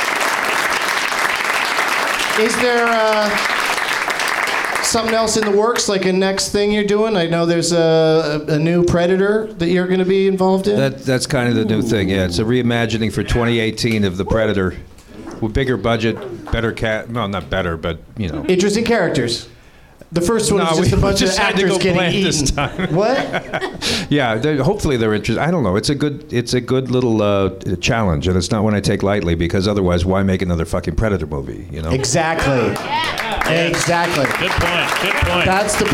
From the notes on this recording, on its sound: Live from the NerdMelt Showroom in LA